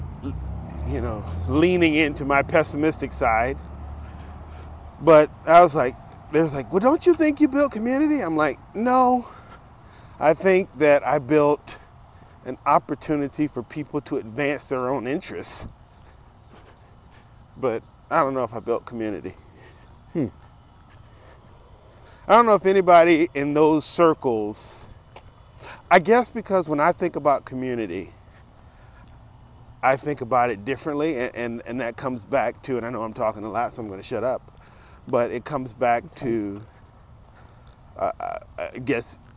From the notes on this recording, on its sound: In this episode I have a walk and talk